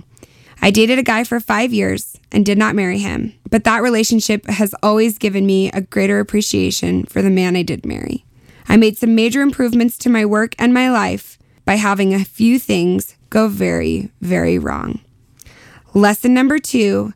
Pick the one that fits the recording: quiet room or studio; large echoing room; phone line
quiet room or studio